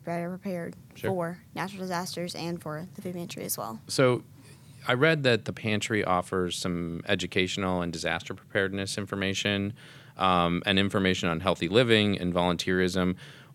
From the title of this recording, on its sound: Roundtable Discussion Live At The Youth Preparedness Council Summit